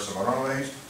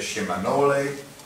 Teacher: we don't have an R sound in a lot of language. This R sound is replaced with an L sound. · Shown in: second take · So the word Cimarrones, the L came in from, replaced the R, it came out Cimarrone.